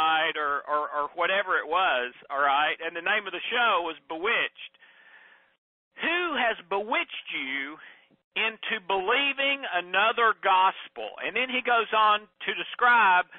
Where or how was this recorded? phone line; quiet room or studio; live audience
phone line